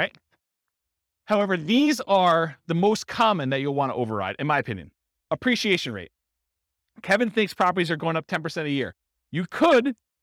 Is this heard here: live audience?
yes